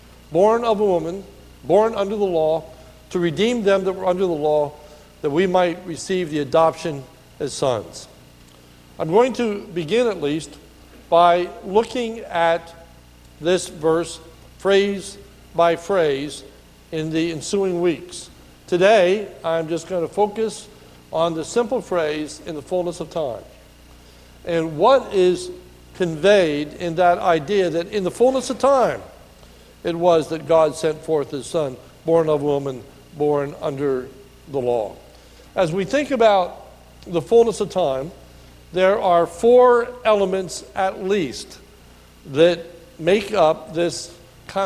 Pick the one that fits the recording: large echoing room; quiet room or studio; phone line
large echoing room